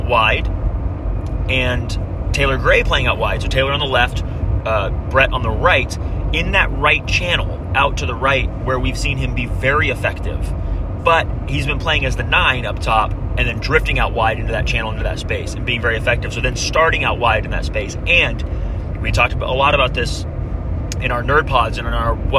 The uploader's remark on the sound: Hello from the car! Check in from I-24. The audio quality is a bit rough, so we apologize.